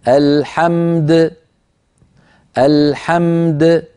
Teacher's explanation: بميم ساكنة بعدها دال ساكنة مقلقلة، أعيدها لك، الحمد تعطي الميم حقها من البينية والدال حقها من القلقلة.